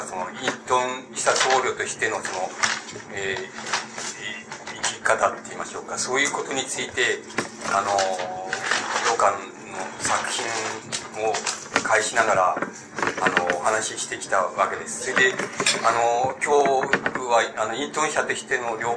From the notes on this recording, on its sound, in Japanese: 場所：新潟県三島郡出雲崎町・光照寺。良寛が剃髪を行った寺院である 新潟県の光照寺で行われた講演。音源は主催者提供。周辺ノイズが入るがクリア。質疑応答はオフマイク。テープチェンジで欠けた部分を 別のテープで埋め合わせているため 音質が変わる個所がある。